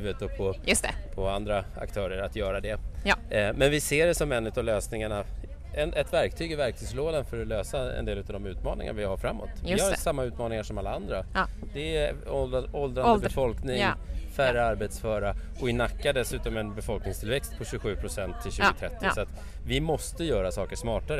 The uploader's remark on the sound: Under Almedalsveckan kommer Omsorgspodden släppa en serie kortare avsnitt som spelas in live i Visby.